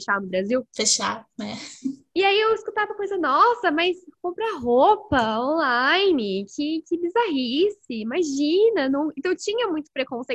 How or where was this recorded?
video call